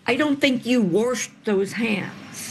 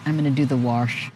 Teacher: We're talking about the pronunciation of wash as warsh.